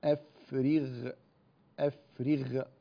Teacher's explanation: على حسب المذهب الأول فإن الساكن يتبع ما قبله الذي هو الراء، فننزل بدرجة التفخيم